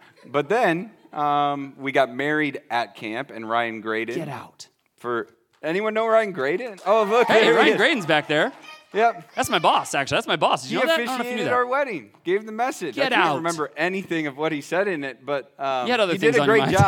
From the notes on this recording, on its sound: This very special episode of The Hidden Acres Podcast was recorded LIVE in front of the students at Forged, the student ministry of Stonebridge Church in Boone, IA.